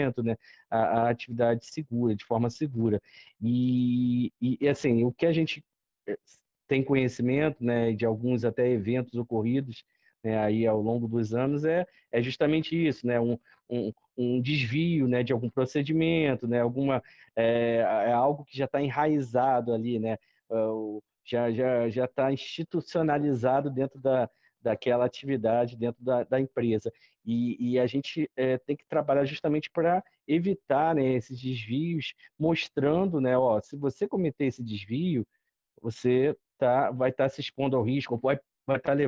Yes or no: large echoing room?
no